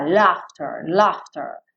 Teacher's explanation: Esse GH vai ter um som de F mesmo, tá? E esse AU vai ter um som meio de E mesmo.